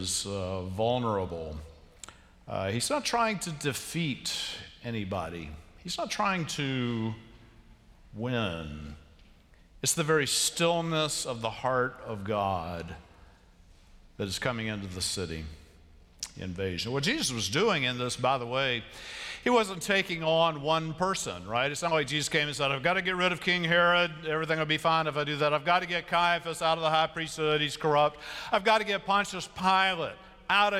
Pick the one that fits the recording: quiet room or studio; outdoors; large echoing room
large echoing room